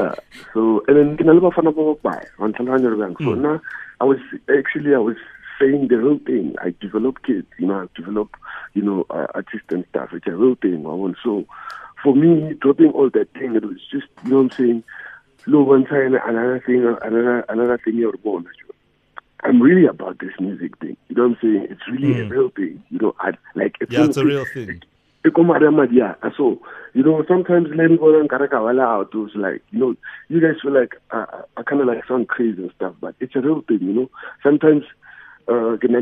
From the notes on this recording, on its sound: PHONE INTERVIEW